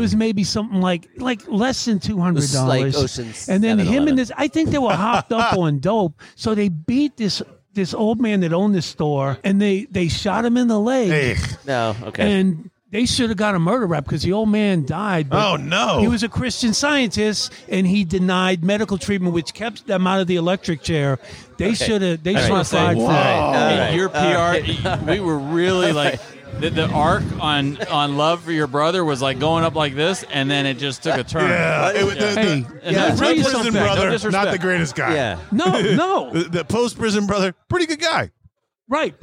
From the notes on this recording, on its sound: Recorded Live at the Punchline Comedy Club.